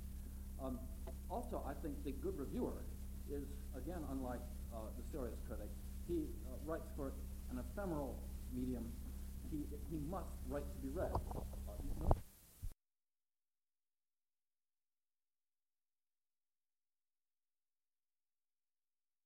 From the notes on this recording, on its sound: This asset is difficult to decipher due to audio quality and the fact that it seems to begin after the event started.